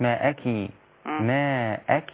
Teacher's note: لو طالت الكسرة بتاعت الكاف هتبقى تولد ياء بعدها وهذا خطأ، يبقى زيادة حرف